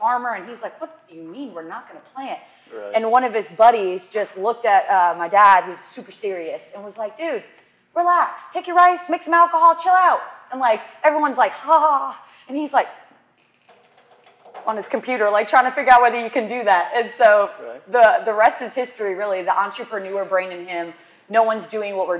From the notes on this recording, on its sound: LIVE at the Beckham Hotel. Recorded in front of a live audience.